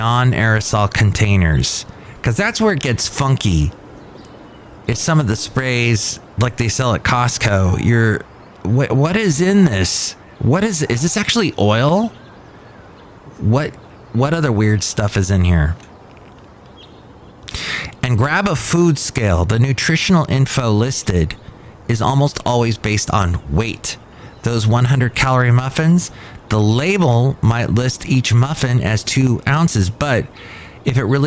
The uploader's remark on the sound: podcasts live from Café Anyway